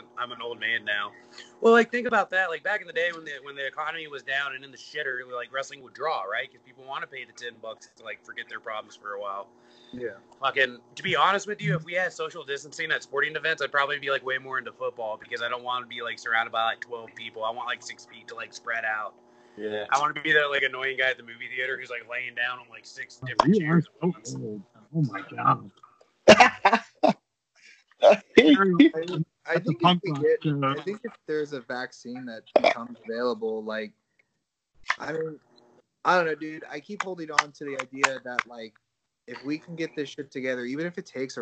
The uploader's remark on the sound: Skype it up